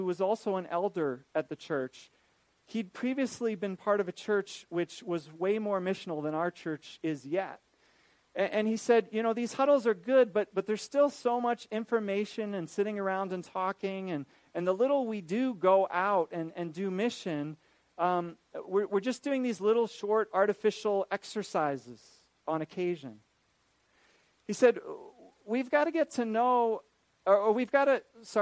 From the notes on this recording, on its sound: This is a recording of a lecture